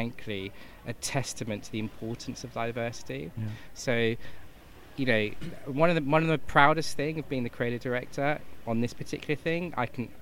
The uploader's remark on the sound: In the first of our series of shows being produced at Cannes Lions International Festival of Creativity 2017.